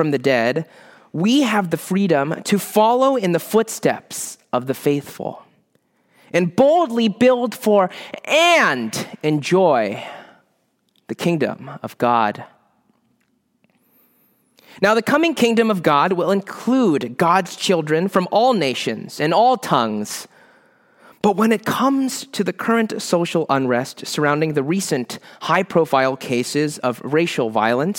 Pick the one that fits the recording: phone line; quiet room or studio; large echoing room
large echoing room